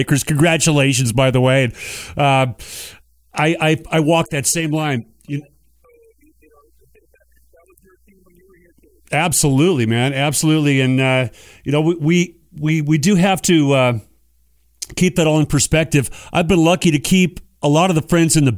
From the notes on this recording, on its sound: The podcast features the complete unedited/uncensored interviews, from the time the phone rings until we hang up